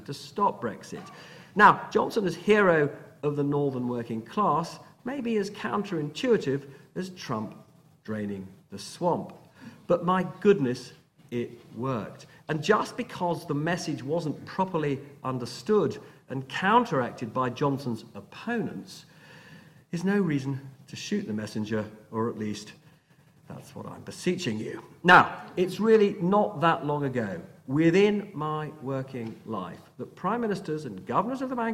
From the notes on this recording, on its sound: a recording of the Hugh Cudlipp lecture at City, University of London